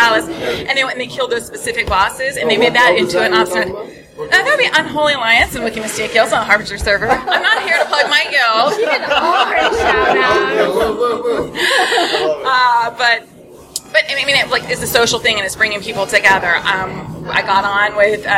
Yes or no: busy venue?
yes